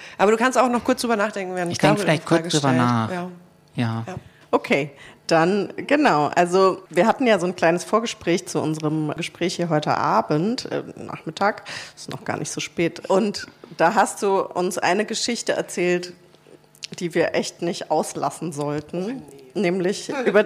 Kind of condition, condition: setting, live audience